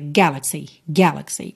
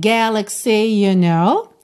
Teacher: a terceira sílaba de galaxy ficou levemente, assim, mais forte do que normalmente ela é · Shown in: second take · de fato, porque a sílaba tônica é a primeira, né?